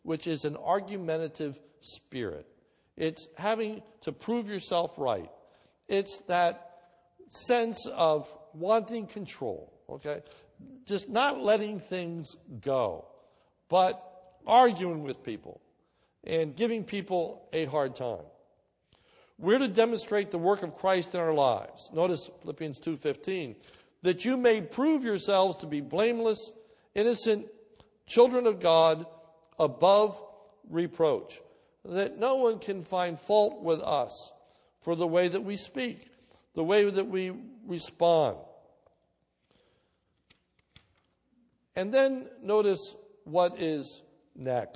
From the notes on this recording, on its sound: This is a sermon recorded at Lebanon Bible Fellowship Church